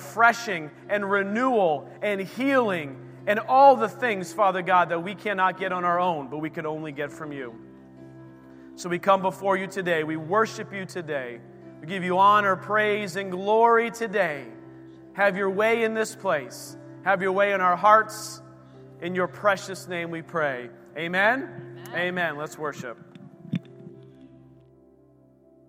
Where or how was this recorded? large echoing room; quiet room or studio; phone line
large echoing room